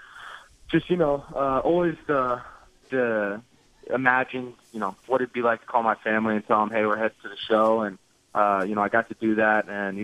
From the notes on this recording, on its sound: called in to the Ben and Skin show